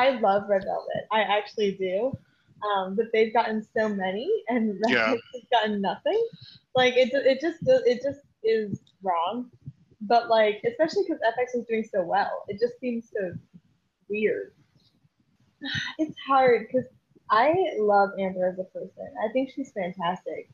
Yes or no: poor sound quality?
yes